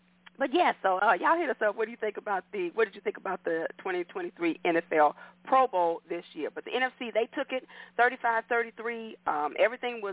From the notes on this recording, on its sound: your phone calls, comments, questions